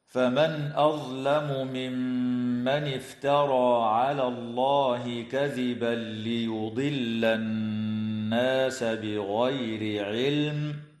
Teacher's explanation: نون ساكنة بعدها همزة في قوله تعالى: فمن أظلم، حكمها الإظهار الحلقي